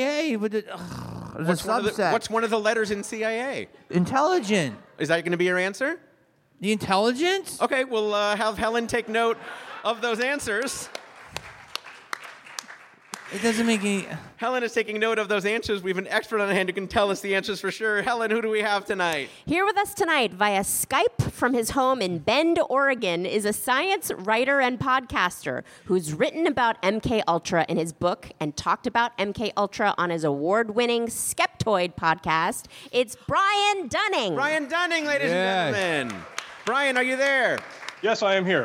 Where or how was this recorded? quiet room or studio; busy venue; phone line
busy venue